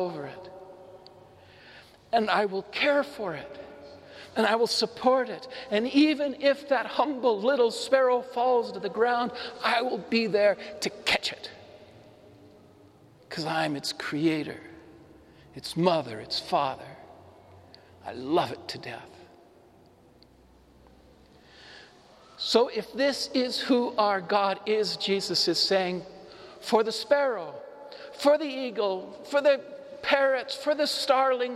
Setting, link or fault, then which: setting, large echoing room